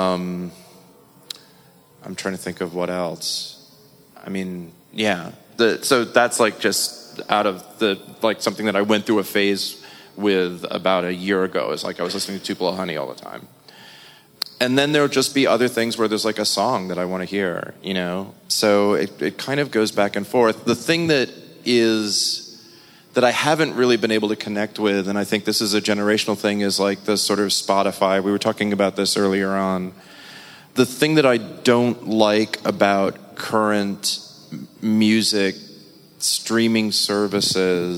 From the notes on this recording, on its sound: a live episode of Why We Listen at the Cooper Design Space Penthouse